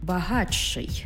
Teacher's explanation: «Ти» і «ши» утворюється «чи-ши».